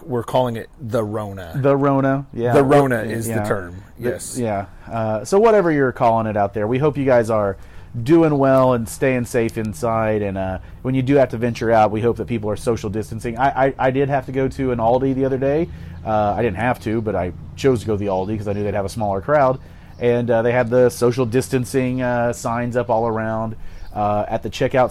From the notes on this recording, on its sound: They’re out on the patio today. The audio quality is a bit lower than normal due to the outdoor recording.